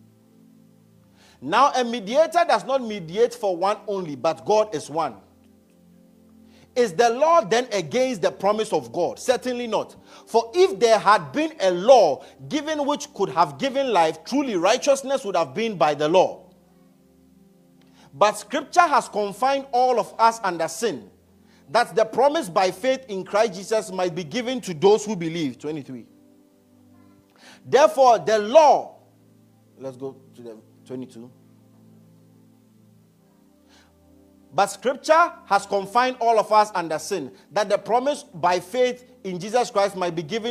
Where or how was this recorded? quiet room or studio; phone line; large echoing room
large echoing room